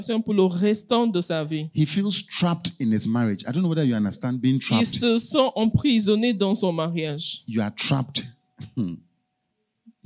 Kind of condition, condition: setting, large echoing room